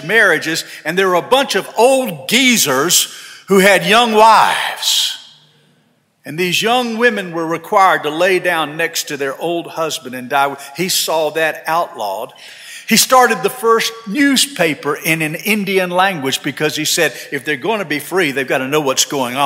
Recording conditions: large echoing room